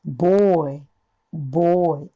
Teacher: あとオの中間音、つまり、あよりのオではなくて、完全なオ。むしろ日本人が思っているよりさらにオがきつくなります。